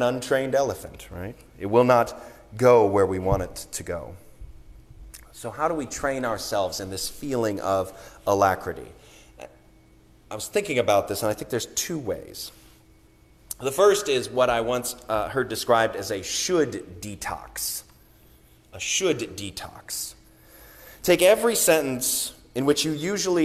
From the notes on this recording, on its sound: Sermon recorded on the Third Sunday of Advent